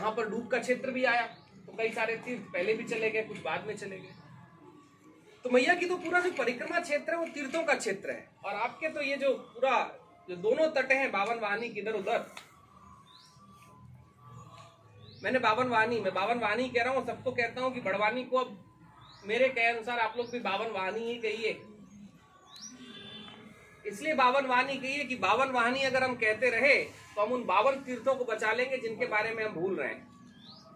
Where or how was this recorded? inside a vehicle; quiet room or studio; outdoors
outdoors